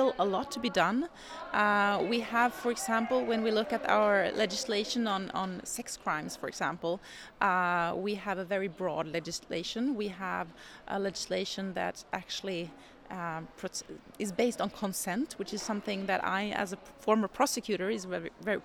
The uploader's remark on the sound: The conversations were recorded at the Swedish Gender Equality Forum in February 2023.